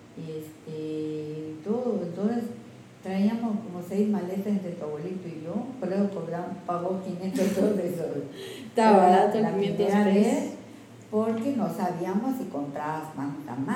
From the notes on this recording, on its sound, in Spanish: El audio mejorará nos falto en Tuxtla un filtro pop para reducir lo ruidos.